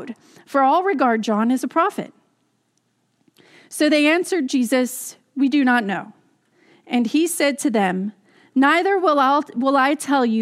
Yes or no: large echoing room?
yes